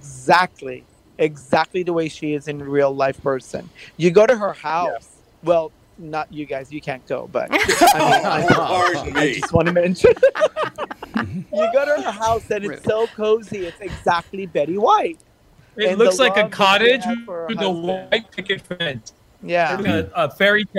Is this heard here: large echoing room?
no